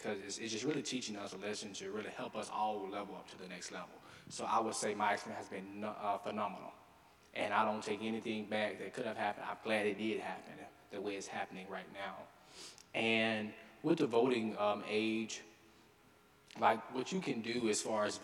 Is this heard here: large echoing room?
yes